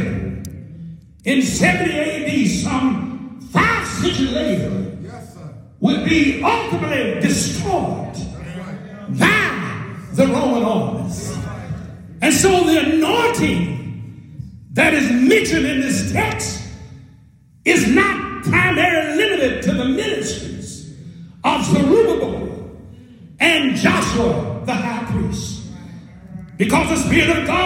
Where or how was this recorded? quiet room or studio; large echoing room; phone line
large echoing room